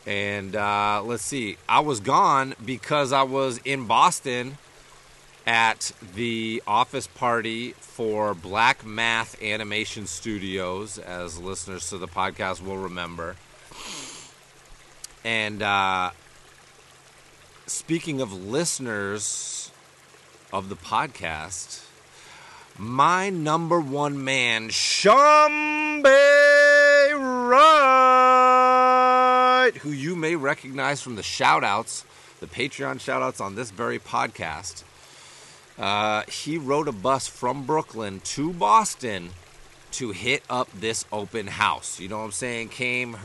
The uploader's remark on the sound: records an episode of the podcast down by the brook